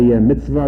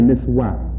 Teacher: there's no V sound. It's a W. · Shown in: second take · In original Hebrew, the V that we have is a Germanic influence.